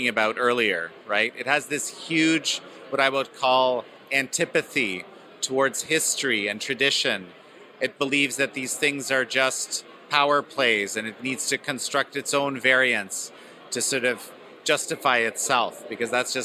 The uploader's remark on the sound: At the National Conservatism Conference in Florida.